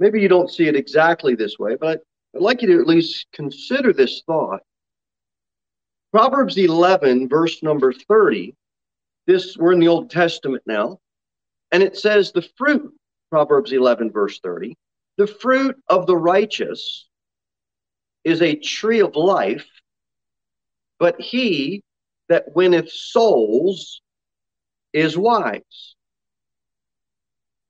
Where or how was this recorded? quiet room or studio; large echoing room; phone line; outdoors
large echoing room